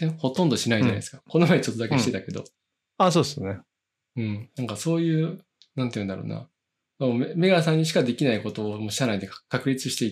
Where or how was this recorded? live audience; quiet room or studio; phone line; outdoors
quiet room or studio